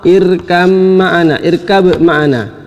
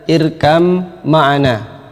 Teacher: Atau irkab ma'ana, ini kalau diidghamkan, ba diidghamkan ke mim, maka jadilah irkam ma'ana. Ya, ba nya dimasukkan ke dalam mim · Shown in: second take · kemudian ini sehingga menjadi hilang, kemudian langsung menjadi huruf yang bertasydid, irkam ma'ana.